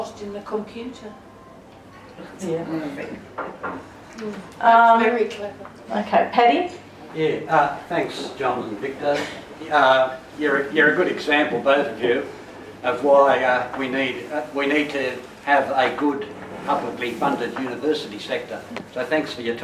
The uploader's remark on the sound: Politics in the Pub. (This is the full recording with all tracks.) There's also audience participation with a Q&A session. Blue Mountains Unions & Community (Blue Mountains Unions Council Inc).